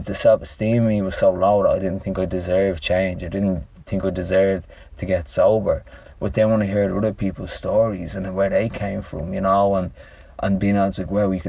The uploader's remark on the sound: This episode was recorded in a car park just outside Dublin, 60 seconds after we first met, and shortly before we went for a hike and sea swim in the Irish Sea.